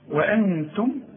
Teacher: والت من حروف الإخفاء، يبقى حغن واخفي